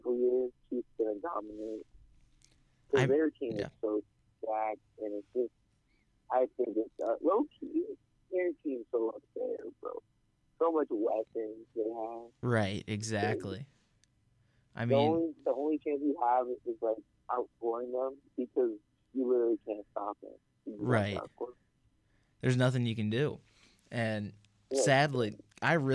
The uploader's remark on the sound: joins the show as a live caller